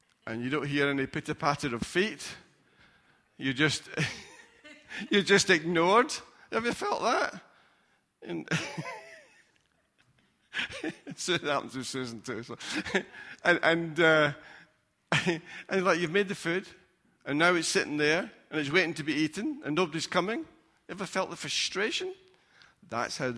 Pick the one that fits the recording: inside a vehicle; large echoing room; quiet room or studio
large echoing room